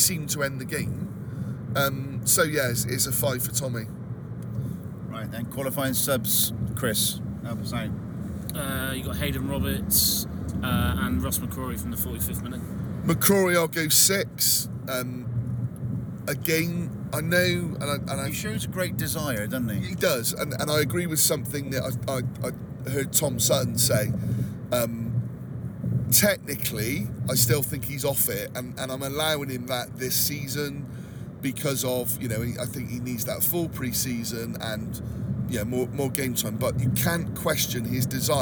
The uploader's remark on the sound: We recorded this pod on the way home from Sheffield to kill a bit a time.